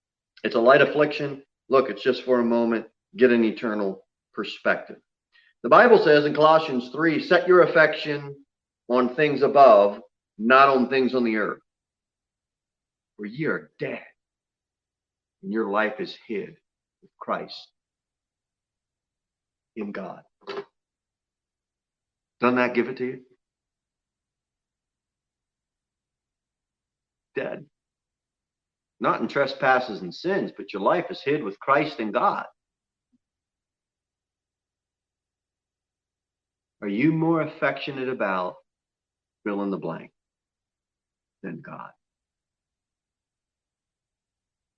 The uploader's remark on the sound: Sermon delivered at Pilgrim Baptist Church on Thursday, November 5, 2020, at 6:00 pm.